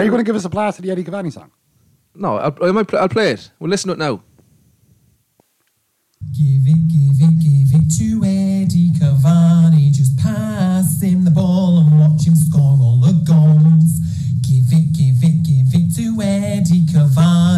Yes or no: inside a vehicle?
no